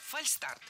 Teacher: Слово «фальстарт» пришло к нам из английского языка «fail start», то есть ошибочный старт. Никакого звука «ш» здесь нет